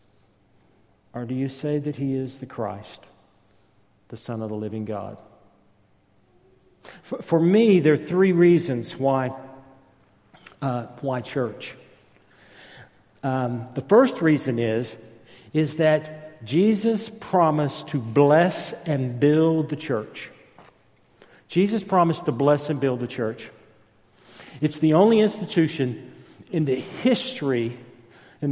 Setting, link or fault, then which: setting, large echoing room